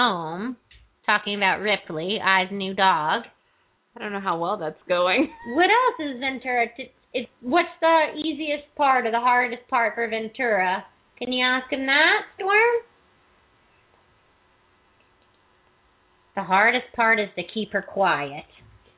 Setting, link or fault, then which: link, phone line